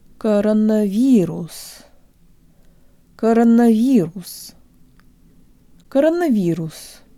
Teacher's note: use the flick of the tongue again for the last Russian R, and be sure to round and protrude your lips to get a real Russian U.